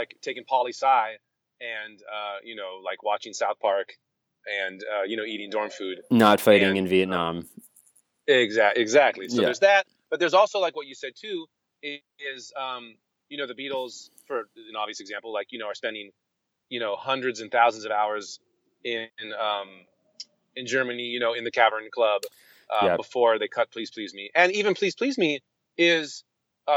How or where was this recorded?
inside a vehicle